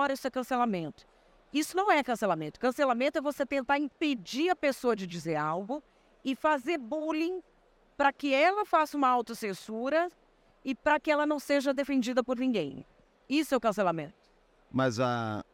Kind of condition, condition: setting, busy venue